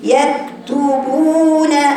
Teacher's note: يكتبون هنا الباء المضمومة بعدها واو مادية